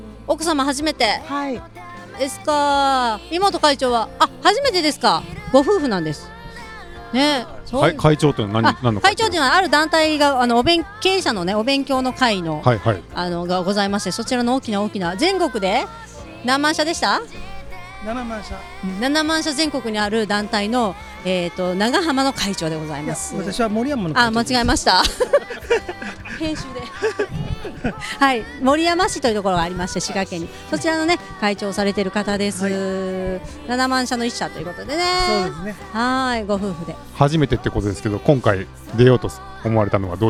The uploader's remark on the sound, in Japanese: スタート会場から皆さんの声をお届けします！